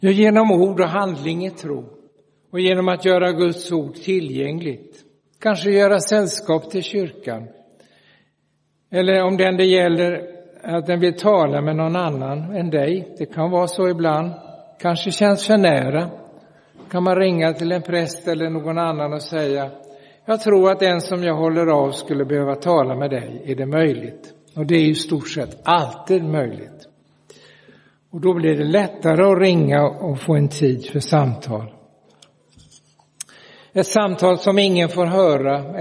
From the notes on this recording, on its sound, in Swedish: Inspelad i Roseniuskyrkan den 24 september 2023.